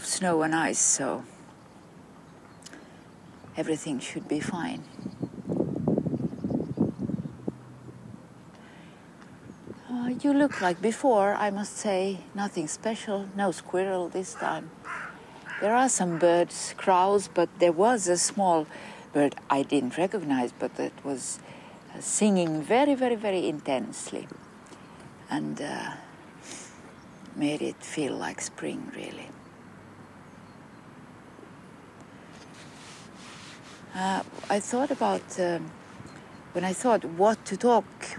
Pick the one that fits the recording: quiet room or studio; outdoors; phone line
outdoors